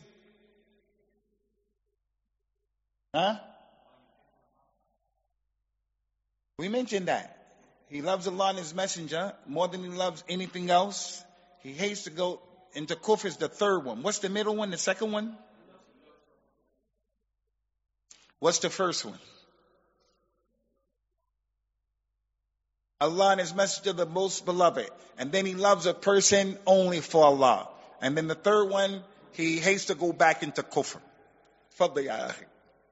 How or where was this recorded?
large echoing room